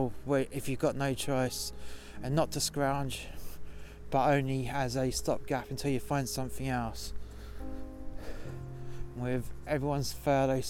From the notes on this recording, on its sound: This episode was recorded outside in sub zero temperatures (Celsius) for dramatic effect.